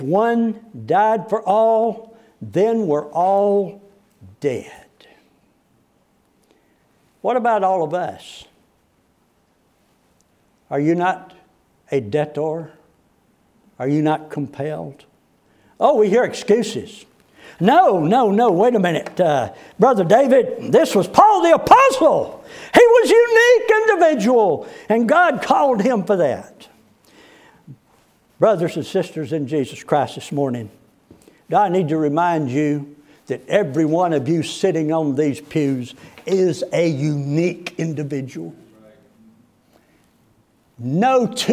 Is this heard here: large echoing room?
yes